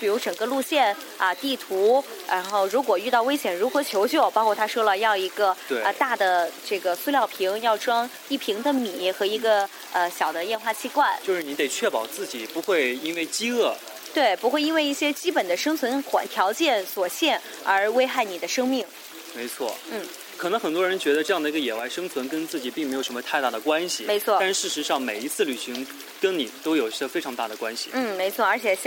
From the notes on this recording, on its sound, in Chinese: 仙居，捡来的秘密基地。身临大自然为大家录制的节目。这也是#假电台#第一次走出去主持节目。